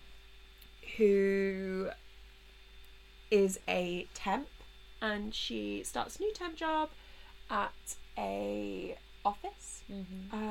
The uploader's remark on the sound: Apologies for the laptop fan and crackles in the background!